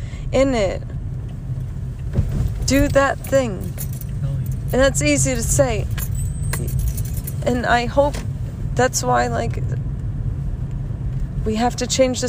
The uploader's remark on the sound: This was a quick ramble in the car